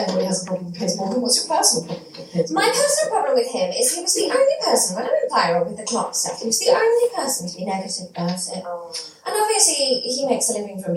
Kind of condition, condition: fault, echo